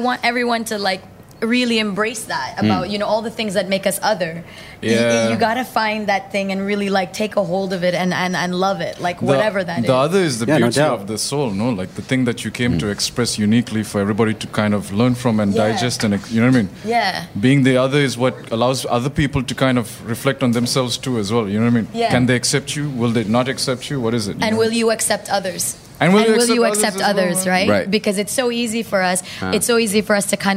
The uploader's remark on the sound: at Sole DXB, where they broadcasted live to the event attendees from the On Air booth